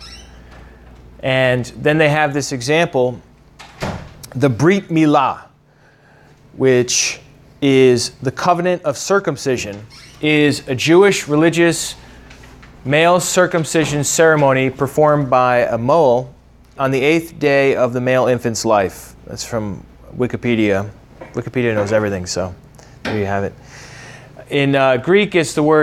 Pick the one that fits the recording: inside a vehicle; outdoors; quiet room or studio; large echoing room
large echoing room